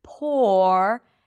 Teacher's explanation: The P is aspirated here, so there is a little H here.